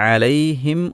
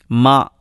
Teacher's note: സുക്കൂനുള്ള മീമാണ്. സുക്കൂനുള്ള മീമിൻ്റെ ഉച്ചാരണം രണ്ട് ചുണ്ടും പൂട്ടുക എന്നതാണ്. രണ്ട് ചുണ്ടും പരസ്പരം ബന്ധപ്പെടുക, ടച്ച് ചെയ്യുക, അപ്പോഴാണൊരു മീം ഉണ്ടാകുന്നത്.